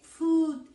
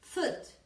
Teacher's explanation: Son dos U's, pero una es larga, con los órganos de articulación más marcados, y la otra es corta, con una relajación y una especie de schwa.